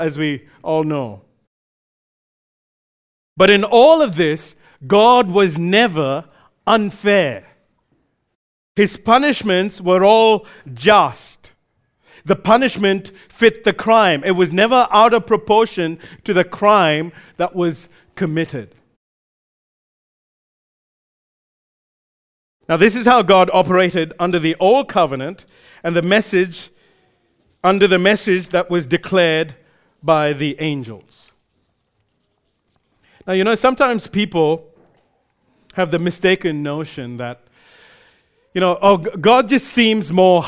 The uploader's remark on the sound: recorded live at Grace Community Bible Church